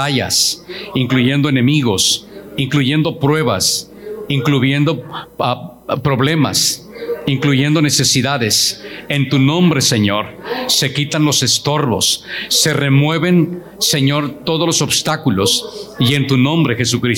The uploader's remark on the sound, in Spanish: Grabado en 12/26/21 en Iglesia La Casa Del Alfarero en Edinburg, Tx.